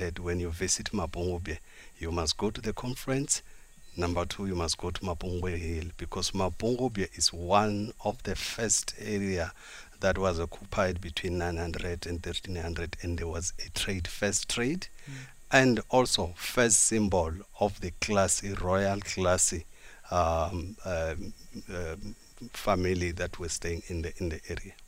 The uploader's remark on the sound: OB: Mapungubwe National Park. We are broadcasting to you live from the Mapungubwe National Park where the mighty Limpopo River and Shashe River meet.